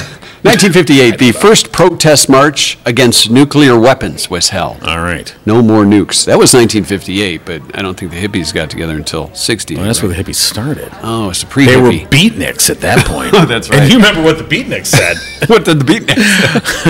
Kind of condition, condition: setting, busy venue